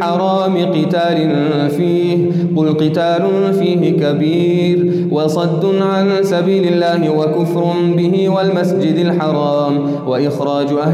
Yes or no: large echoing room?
yes